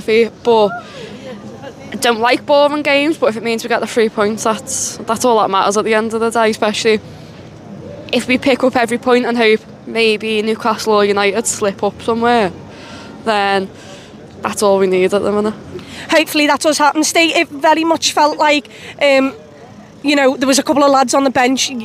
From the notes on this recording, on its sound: Fan Cam. Outside Anfield chatting to some happy Liverpool fans.